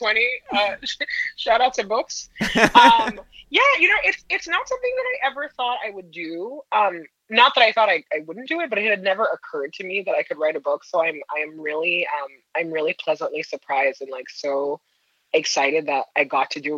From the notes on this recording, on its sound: on the phone